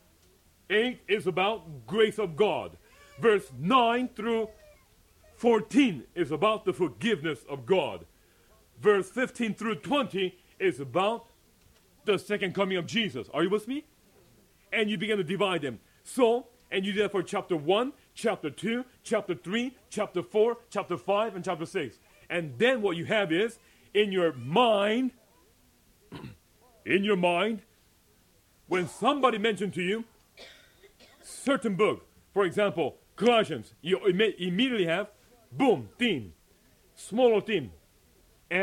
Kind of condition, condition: setting, large echoing room